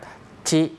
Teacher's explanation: ออกเสียงเป็นชิแต่ว่าให้มีเสียงตัวททหารเนี่ยนะครับอยู่ข้างหน้านิดหน่อยนะครับ